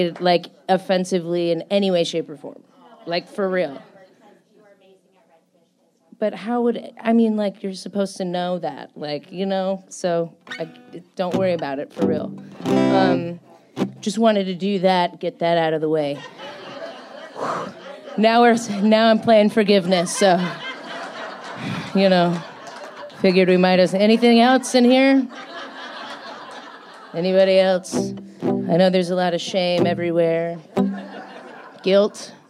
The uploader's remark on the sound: at the 30A Songwriters Festival this year for a full hour and she blew the roof off of 723 Whiskey Bravo in Seagrove, FL